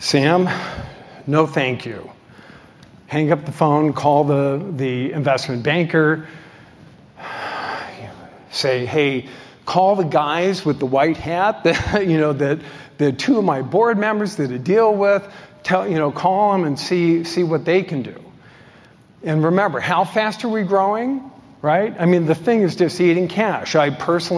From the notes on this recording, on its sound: delivered at the Zweig Group's 2023 Elevate AEC Conference